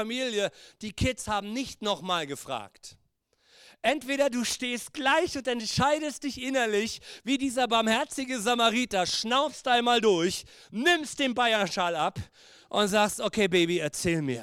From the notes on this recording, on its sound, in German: Gottesdienst Predigt.